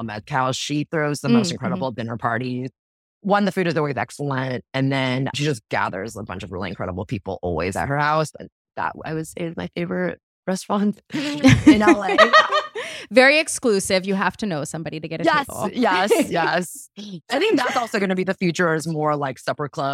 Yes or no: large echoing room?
no